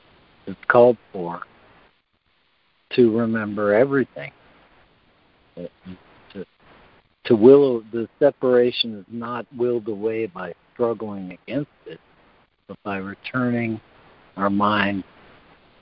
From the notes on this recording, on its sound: ACIM Daily Conference Call.